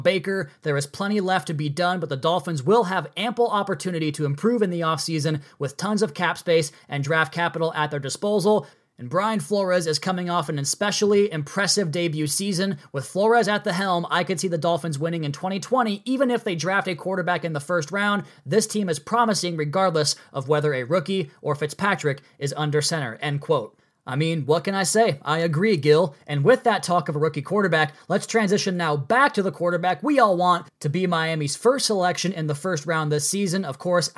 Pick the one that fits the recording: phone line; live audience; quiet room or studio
quiet room or studio